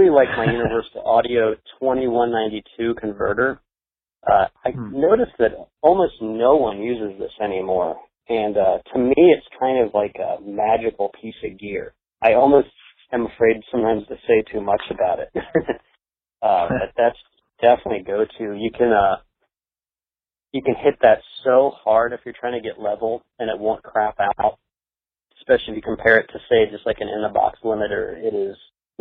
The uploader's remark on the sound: Phone Interview